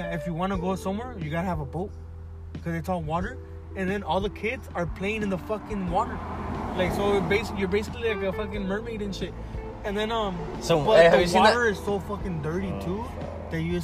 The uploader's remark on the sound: We tend to smoke & drink at this certain spot ! Trying to do these episodes outside.